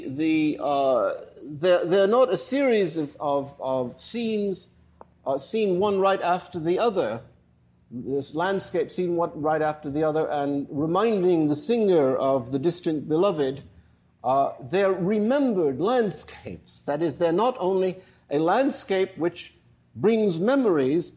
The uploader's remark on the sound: lecture at the institute, on stage and at the keyboard